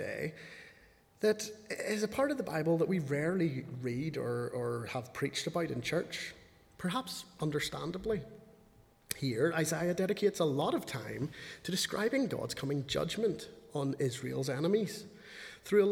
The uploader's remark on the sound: speaking at the 11 o'clock service